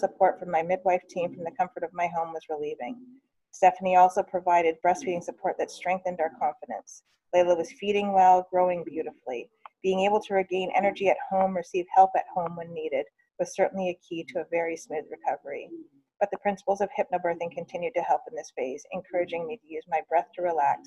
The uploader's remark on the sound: During a snow storm The Doulas got together in a zoom meeting and talked about so so many things.